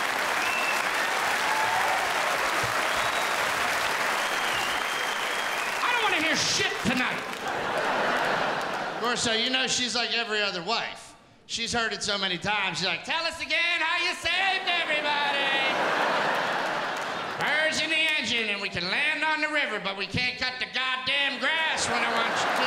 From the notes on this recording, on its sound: Returns home to Pittsburgh, where all the funny began for him, in a one-hour live event.